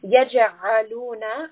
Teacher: عين is from the throat, so we have a strangulation sound